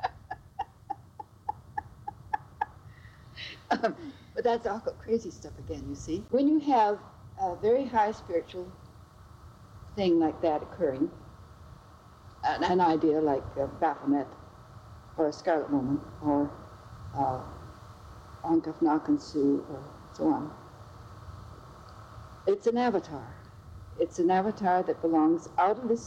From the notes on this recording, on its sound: Due to the age of the tapes used for recording. Does have some noise issues.